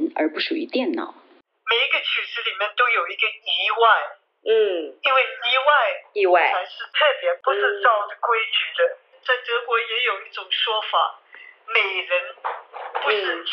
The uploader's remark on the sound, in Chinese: 地點：臺灣藝術大學音樂系2010琴房。越洋電話訪談時間：2020年6月12、18日下午。